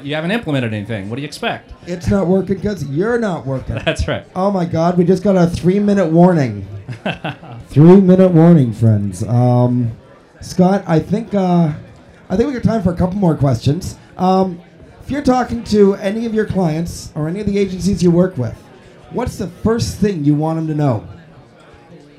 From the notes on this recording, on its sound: SES New York 2007 On Location. Live from the show floor.